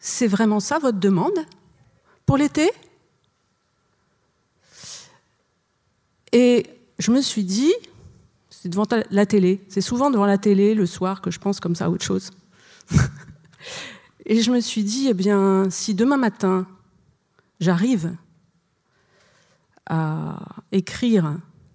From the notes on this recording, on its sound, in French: Enregistr&eacute; le 23 septembre 2013 dans la salle Renaud-Barrault du Th&eacute;&acirc;tre du Rond-Point. Enregistré le 23 septembre 2013 dans la salle Renaud-Barrault du Théâtre du Rond-Point.